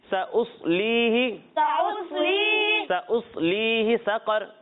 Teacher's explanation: سین کو باریک پڑھنا ہے، صاد کو پر پڑھنا ہے